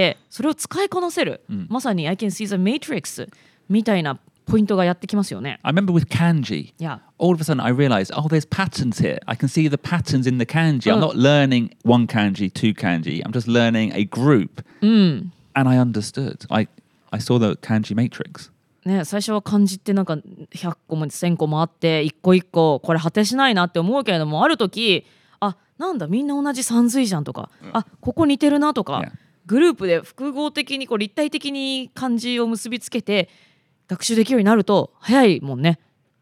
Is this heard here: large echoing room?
no